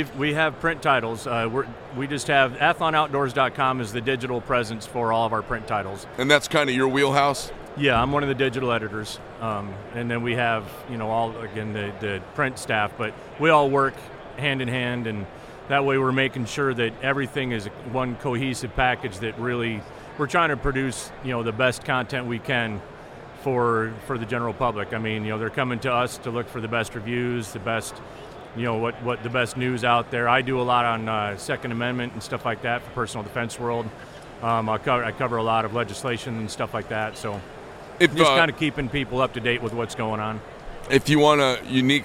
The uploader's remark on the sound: at the 2023 Blade Show in Atlanta